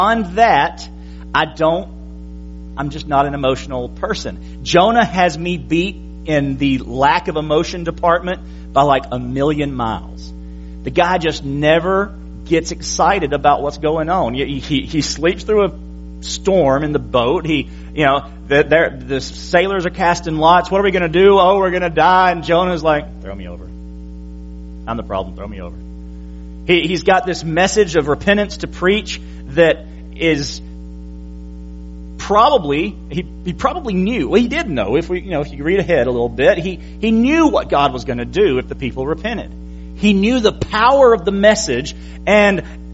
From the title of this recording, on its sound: January 22, 2017 PM Service